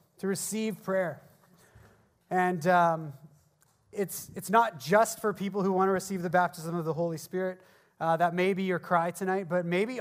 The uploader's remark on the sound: at the Resurgence Edmonton Gathering on Saturday, February 9, hosted at Ellerslie Road Baptist Church